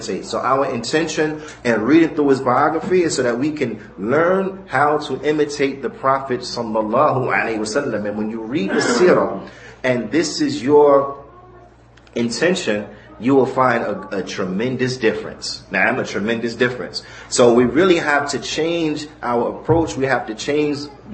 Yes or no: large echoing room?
yes